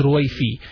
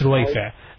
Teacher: they don't pronounce the Ayn, so they pronounce Ruwaifi, while it's Ruwaifa